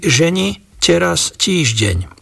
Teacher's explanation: zmekčeniu pôvodných tvrdých spoluhlások d, t, n, l pred samohláskami, takže tu vznikli podoby ženi, teraz, týždeň.